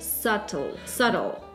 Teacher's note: в русском есть вот это «и» между «т» и «л», а в английском его нету, и «бтл» сказать не очень удобно.